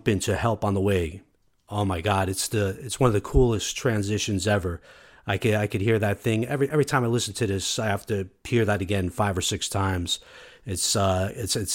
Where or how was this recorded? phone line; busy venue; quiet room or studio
quiet room or studio